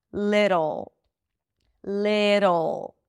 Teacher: And you pull it in for the dark L.